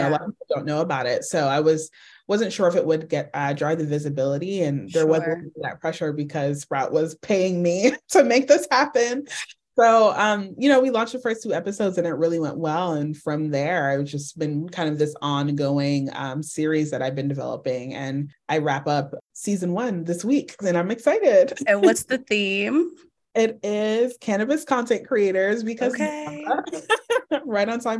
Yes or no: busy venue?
no